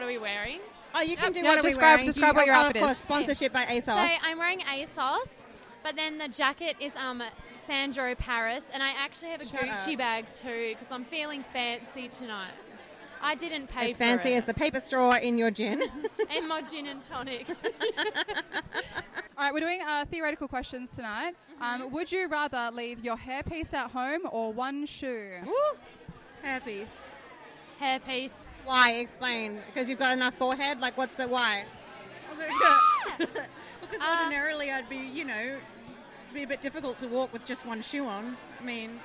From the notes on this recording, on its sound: An in the moment account of the highly anticipated "MX Burlesque WA" finals for 2023. Discussions on the red carpet and live reactions of the event from the audience.